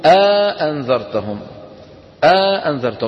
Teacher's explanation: دخلوا بين الهمزتين ألف · Term: مد الحجز